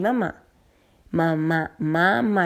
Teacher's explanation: la consonante nasal bilabial porque hay un cierre en la cavidad bucal que permite la salida de aire por medio de las fosas nasales